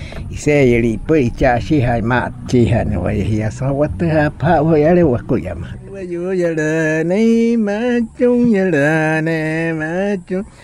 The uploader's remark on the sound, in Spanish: El sonido de la naturaleza, las voces, el acento y la lengua indígena hacen parte de este capítulo. Disfrute de este viaje sonoro por el resguardo indígena Mayabangloma en Fonseca, Guajira. El sonido de la naturaleza, las voces, el acento y la lengua indígena hacen parte de este capítulo.